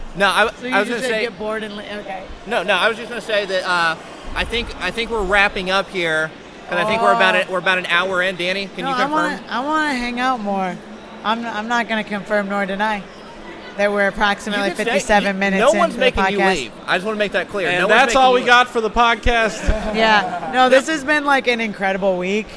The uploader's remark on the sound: LIVE From Pokemon Worlds Championships 2023! Back LIVE from the Pokémon Worlds Championships 2023 in Yokohama Japan!